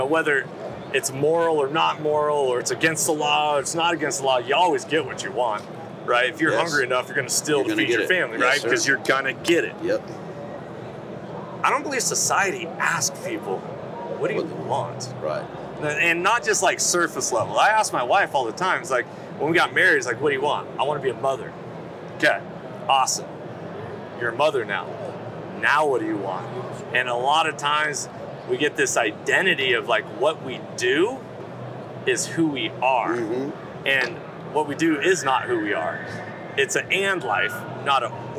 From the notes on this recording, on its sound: Live From the Initial Ascent Mountain Dude Table. Live from The Western Hunting and Conservation Expo live in the Initial Ascent booth.